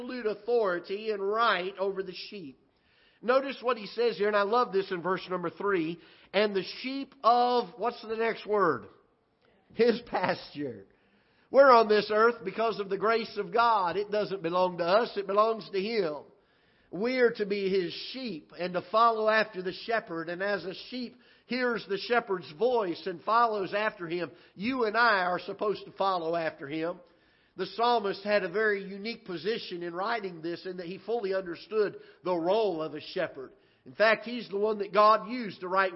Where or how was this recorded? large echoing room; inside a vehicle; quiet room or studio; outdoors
large echoing room